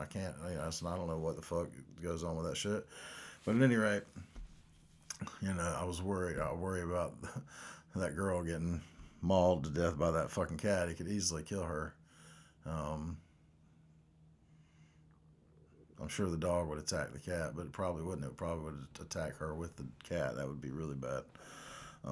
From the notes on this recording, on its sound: First recording with new microphone and interface so turn down the volume